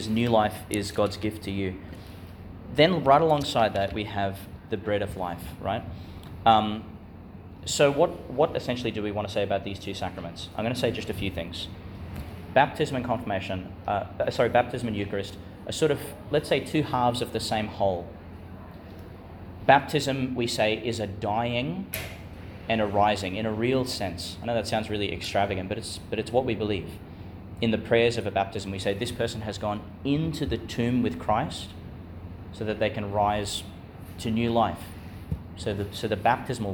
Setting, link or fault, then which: setting, large echoing room